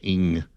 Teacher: It kind of captures your tongue and the roof of your mouth sort of match up at the very back. And then the ng comes out your nose